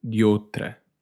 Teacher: The E joins with the OU.